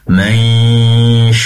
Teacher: Dengungnya di dua tempat, pertama di hidung, Yang kedua di shin, yaitu makhrajnya shin berasal dari lidah tengah